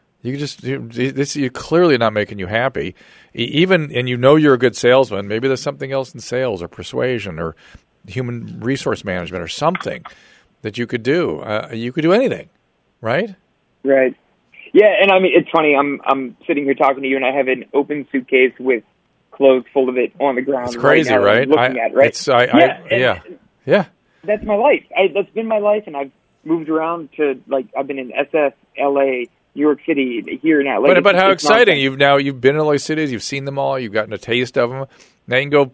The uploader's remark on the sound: Goes one on one with the loyal listeners by answering phone calls.